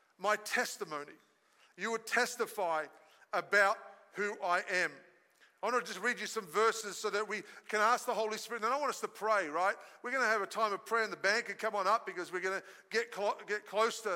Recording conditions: large echoing room